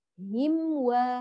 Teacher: ثم ولا، انتبهي للام، طبعا هنا عند الواو بيكون الواو مفتوحة، فبنعمل الشفتان كمخرج للواو لا مخرج للحركة، ولا نضم قبلها كما اتفقنا، فلا تقولي عليهم و عليهم ولا الضالين، بل عليهم و هم و، خلي هكذا أصوات الحروف واضحة، وعند الواو بيكون عمل الشفتان كمخرج للحرف